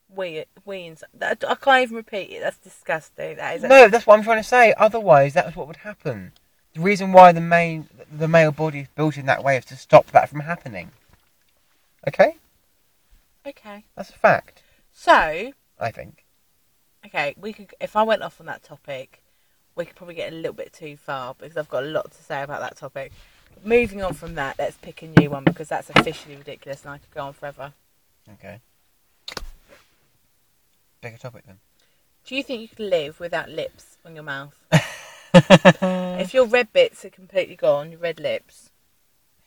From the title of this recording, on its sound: in my car